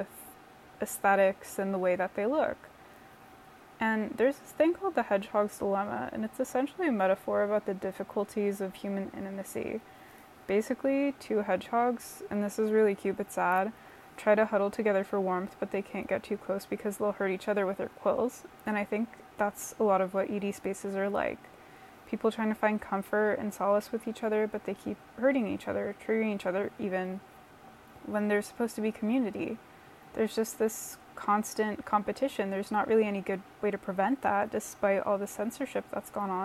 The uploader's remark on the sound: A lo-fi 10-minute debut episode with plenty of yummy ambient noise from my air purifier